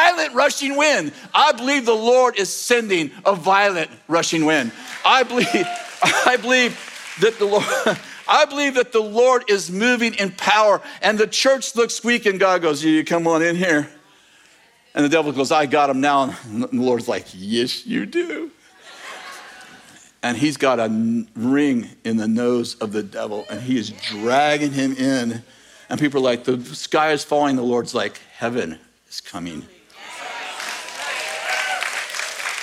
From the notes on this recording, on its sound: In this message from May 21st, 2023, at Bethel Church in Redding, CA